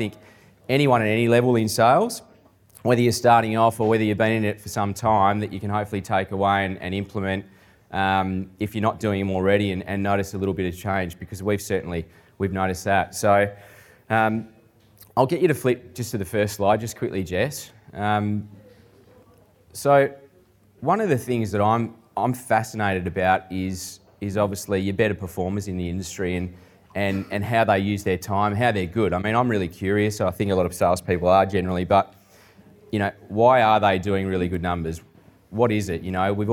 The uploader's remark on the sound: recorded live at REBar Camp 2019